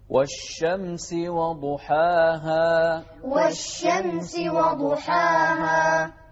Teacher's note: ركز على الشين والشدة اللي عليها، والشين هو حرف التفشي